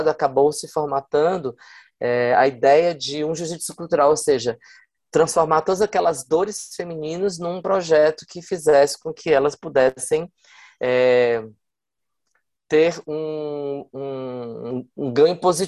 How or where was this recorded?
video call